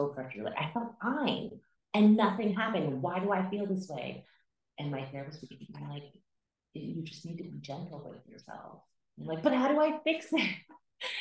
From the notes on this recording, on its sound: struggle to understand how to use the mics without an echo